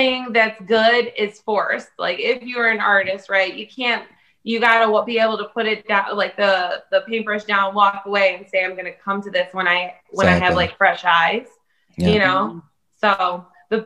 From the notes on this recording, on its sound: Recorded Live on Zoom on 2/15/2021